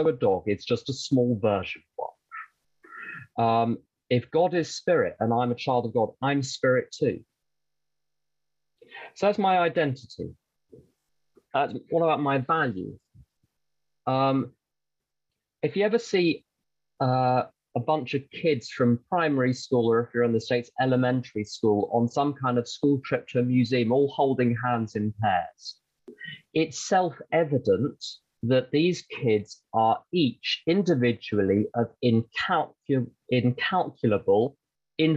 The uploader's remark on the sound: the Broken Elevator zoom meeting recorded in December of 2021